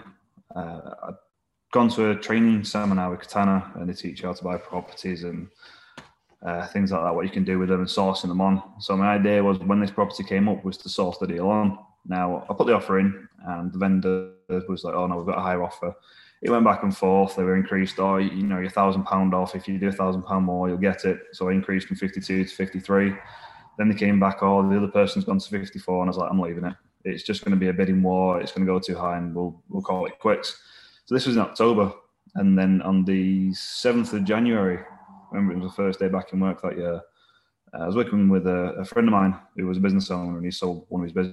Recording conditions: video call